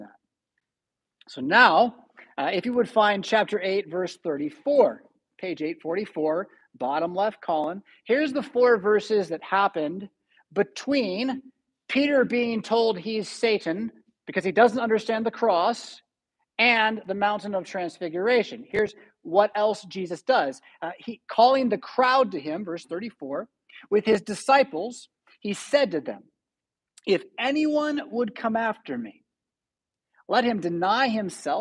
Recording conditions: large echoing room